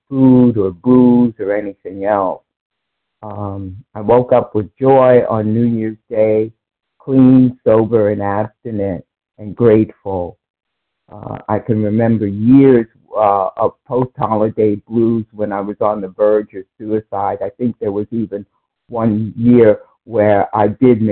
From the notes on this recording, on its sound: from the 100 Pounders Phone Meeting, 1/5/24